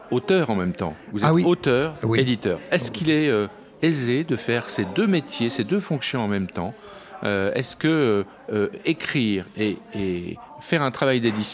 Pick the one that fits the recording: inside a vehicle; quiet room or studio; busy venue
busy venue